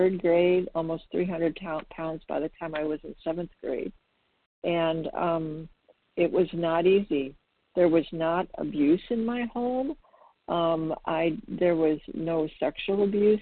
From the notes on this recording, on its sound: the 100 Pounders Phone Meeting